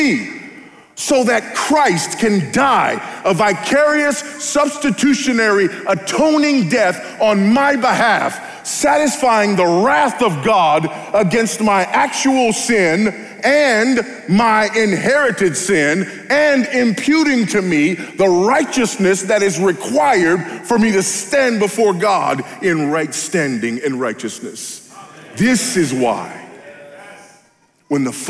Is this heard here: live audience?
yes